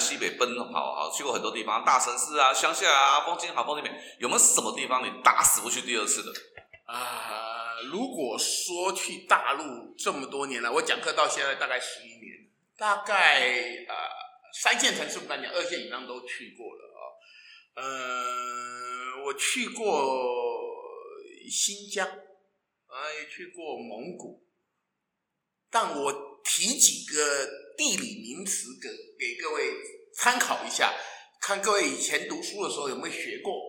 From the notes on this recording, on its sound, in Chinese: 因為第一次在教室錄音，所以出現像在防空洞裡的回音，先跟大聲說聲抱歉，也感謝您的諒解。